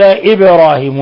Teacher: الباء هنا ساكنة في لفظ إبراهيم فتقلقل